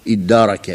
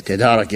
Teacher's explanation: Burada iddârake fiili, tedârake fiilinden çevrilerek ibdal yoluyla yapılmıştır. T harfi dala idgam edilmiş. · Shown in: first take · Ondan sonra da başına kelimeye başlayabilmek, telaffuz imkanını sağlayabilmek için başına bir hemzeyi vasıl getirilmiştir.